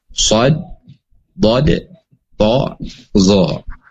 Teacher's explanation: Itbaq ini segala kondisi apapun dia dibaca tebal